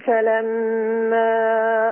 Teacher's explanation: فلما حركتين لأن المنفصل اثنين عند ابن كثير